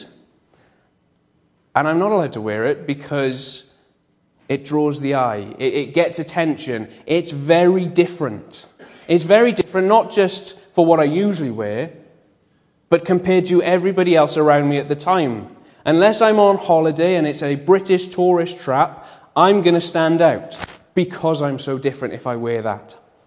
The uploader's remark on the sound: Bethel Evangelical Church in Gorseinon